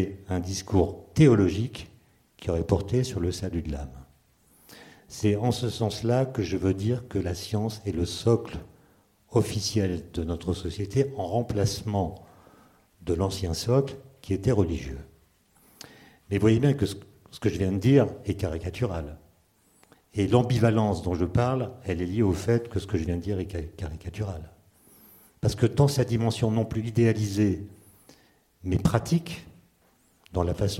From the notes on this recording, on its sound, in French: lors d'une conférence inédite